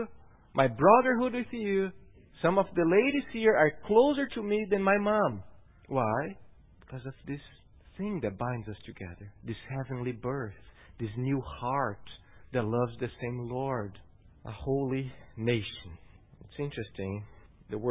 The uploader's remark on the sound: at Gracious Cross Reformed Church Salem on Sunday, June 10th, 2018.